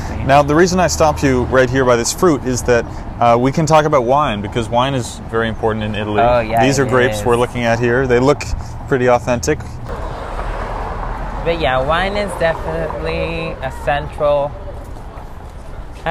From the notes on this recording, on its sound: recorded a walking tour of Little Italy